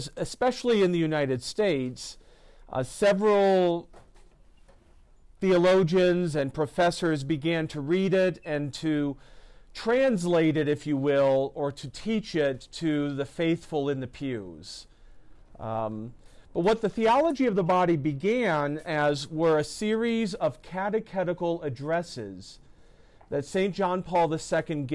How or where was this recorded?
large echoing room